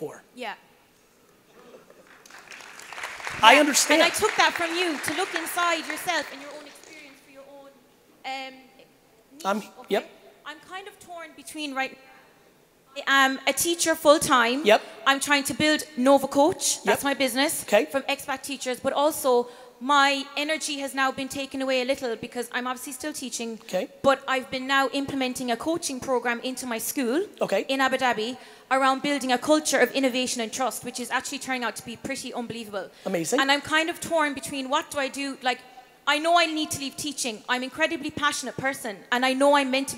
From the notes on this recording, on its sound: This episode is from a keynote. In Dubai.